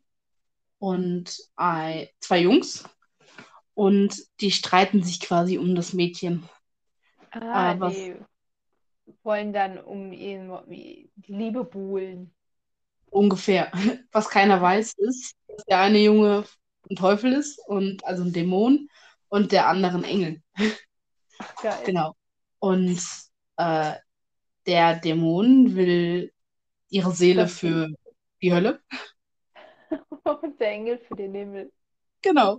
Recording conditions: drop-outs